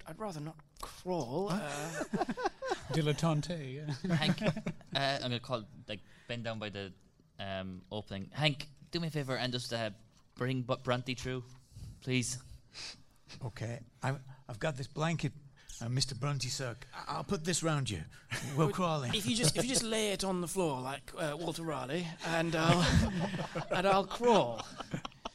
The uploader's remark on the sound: I attended the first ever PodUk Convention in Birmingham and appeared in a live show. I attended the first ever PodUk Convention in Birmingham and appeared in a live show. How We Roll podcast hosted a live, actual play.